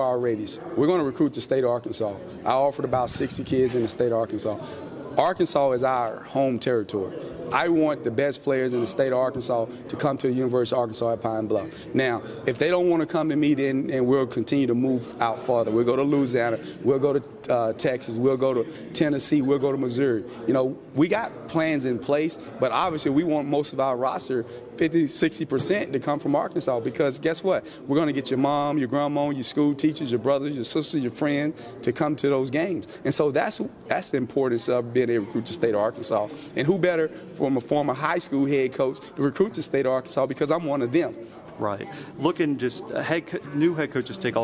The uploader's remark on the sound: live from SWAC Media Day in Birmingham, Alabama